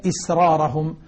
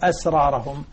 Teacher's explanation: حمزة والكسائي وحفص يقرؤون هذه الكلمة بكسر الهمزة